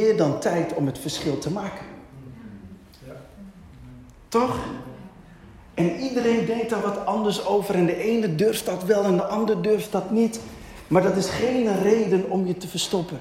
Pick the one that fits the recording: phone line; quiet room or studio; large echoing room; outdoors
large echoing room